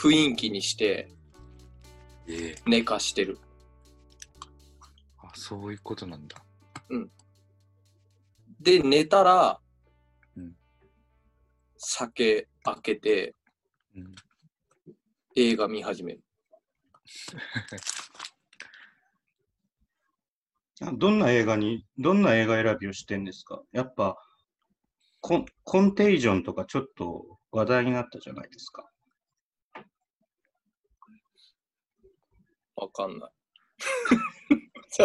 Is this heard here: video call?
yes